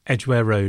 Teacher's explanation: So in a road name, both parts of the name are equally stressed.